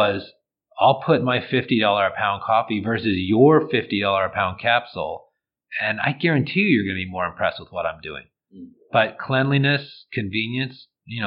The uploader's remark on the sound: We apologize for the sound quality on these two episodes. We were recording under less than optimal circumstances.